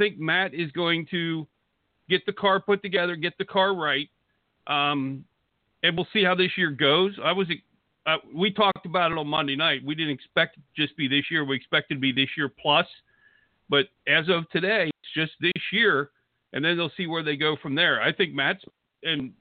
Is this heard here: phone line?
yes